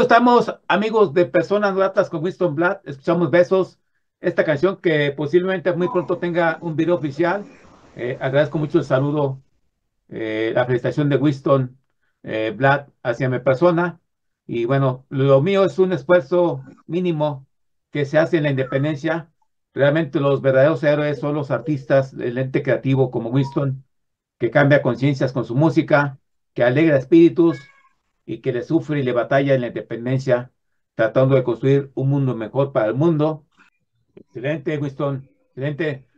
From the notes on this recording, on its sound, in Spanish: Charlamos vías zoom.